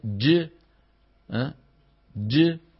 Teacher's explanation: ستجد بأن الصوت قد كان محجوزا خلف اللسان، فلما ابتعد اللسان عن الحنك الأعلى شو صار بالصوت؟ اندفع وانطلق · Term: الحرف الشديد المجهور